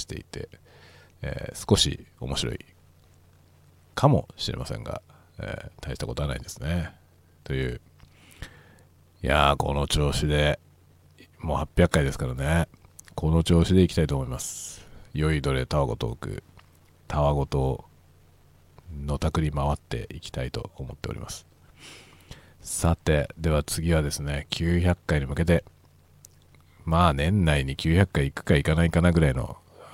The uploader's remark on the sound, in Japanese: 仕事にでかける道中、車を運転しながら雑談する回ですが例によっていろいろうまくいかないことが満載。スタジオ録音部分 TASCAM TM-82 車内：ZOOM M3 MicTrak。スタジオ録音部分：CUBASE Elements 車内：ZOOM M3 MicTrak。